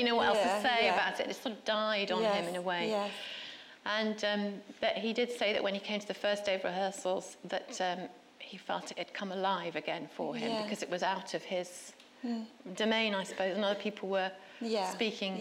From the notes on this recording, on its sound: This is a live recording from a Platform event.